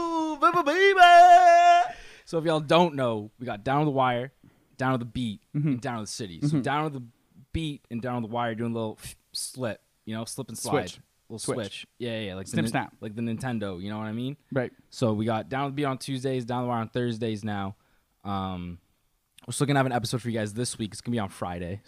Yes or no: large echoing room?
no